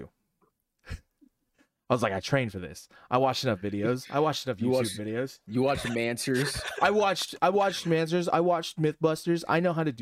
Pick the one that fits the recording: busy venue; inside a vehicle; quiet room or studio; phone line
quiet room or studio